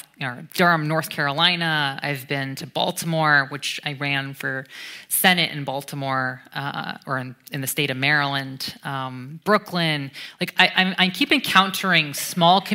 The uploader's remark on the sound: This was recorded at the Royal Institution on Monday 1 October 2018.